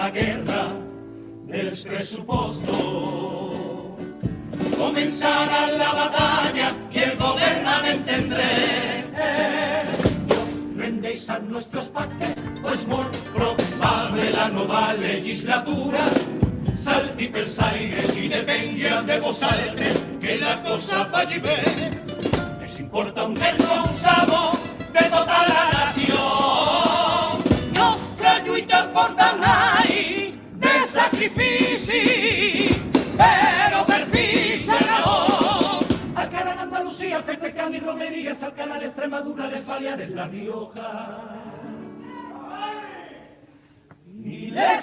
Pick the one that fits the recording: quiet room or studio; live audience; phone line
live audience